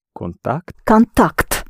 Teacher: it's the ending that is accented, so you pronounce контакт